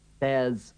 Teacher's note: cuando aplicamos la contracción, la R no se oye.